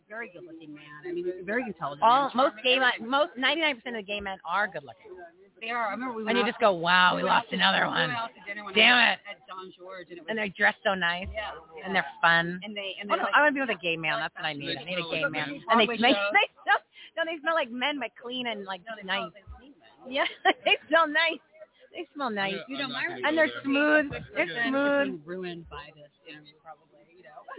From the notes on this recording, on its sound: LIVE FROM REAWAKEN TOUR IN PHOENIX